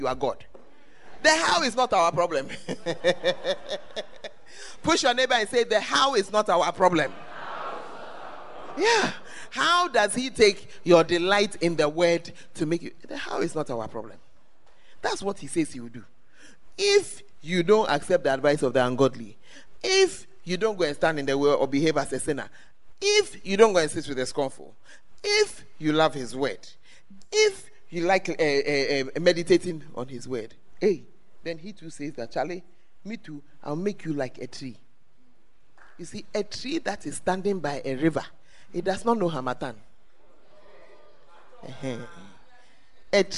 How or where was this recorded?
live audience